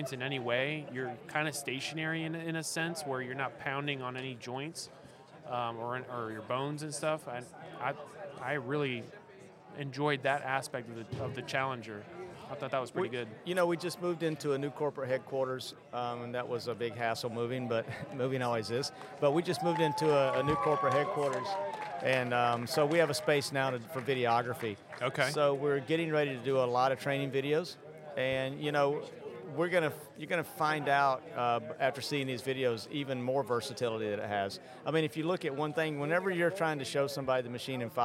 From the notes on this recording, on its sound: Live from AB Show 2023. Recorded LIVE at the Athletic Business Show in Baltimore MD! Our team shares the sights and sounds of our first tradeshow as exhibitors.